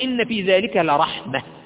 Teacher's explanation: تقف عليها وتقول إن في ذلك لرحمة بالهاء · Term: هاء تأنيس